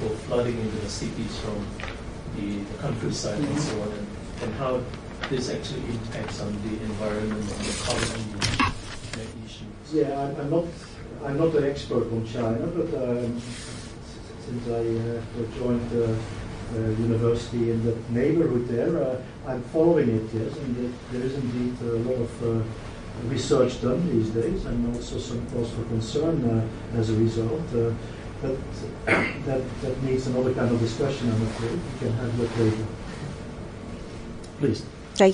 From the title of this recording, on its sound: Public Lecture